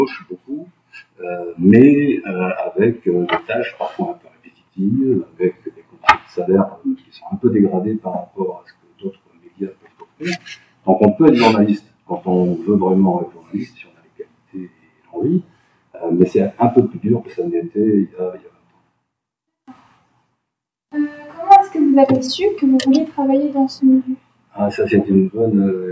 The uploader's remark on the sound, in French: Suite à un problème technique, l'enregistrement du direct a été effectué sur le micro de secours de l'ordinateur que nous utilisions… Bien que "nettoyé" pour rendre les propos des intervenants à peu près compréhensibles, le son reste néanmoins très perfectible